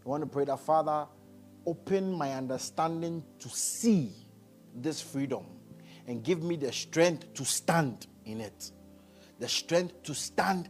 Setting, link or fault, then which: setting, large echoing room